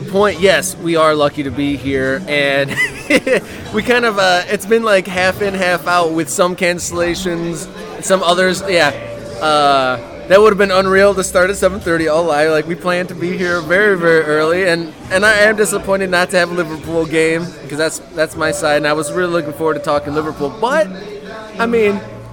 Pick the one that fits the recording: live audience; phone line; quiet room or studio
live audience